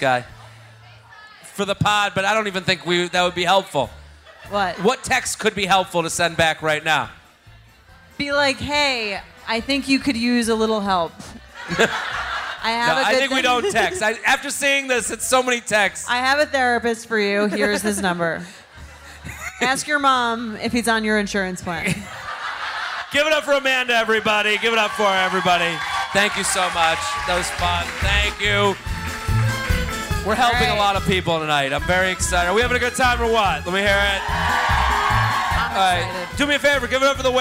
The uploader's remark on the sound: recorded live